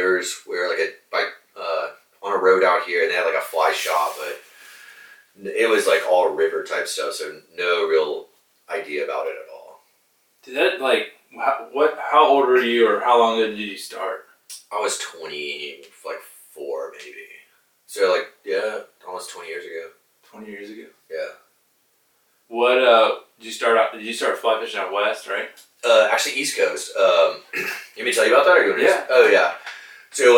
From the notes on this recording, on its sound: I lost the audio files to this podcast and had to use the audio from camera microphones.